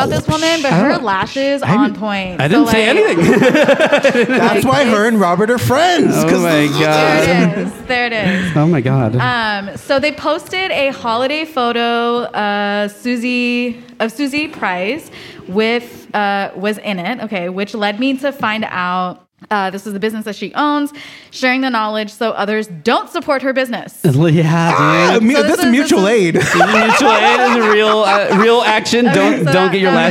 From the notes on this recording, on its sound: Live from Plantiitas on Fourth Street. With a live audience.